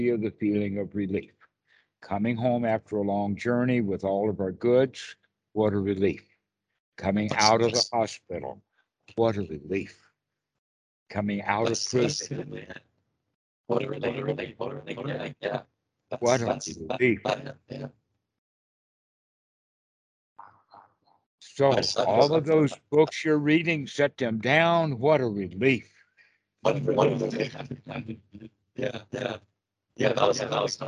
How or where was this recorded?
video call